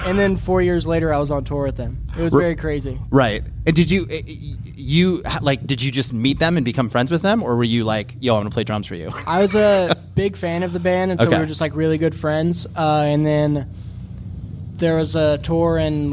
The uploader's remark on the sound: LIVE FROM LDB FEST 2023. I recorded these episodes live at LDB Fest.